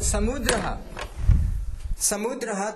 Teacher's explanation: Jihwa tatra sparshah bhavati dantena saha. Ataha dantya sakaraha.